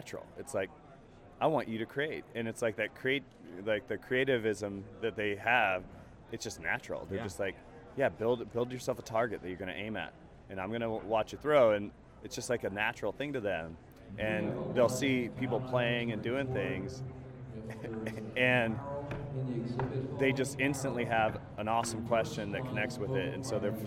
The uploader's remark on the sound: Live from SHAPE Nashville Day 2!